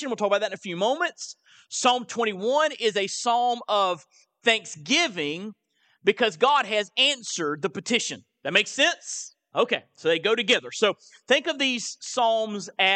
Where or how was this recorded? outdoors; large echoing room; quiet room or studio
large echoing room